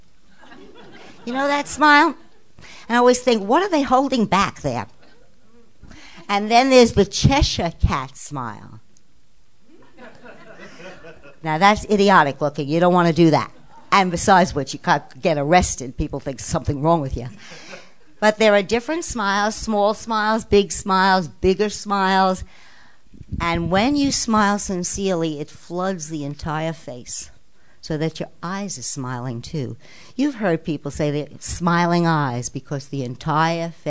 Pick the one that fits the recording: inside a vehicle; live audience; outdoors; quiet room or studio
live audience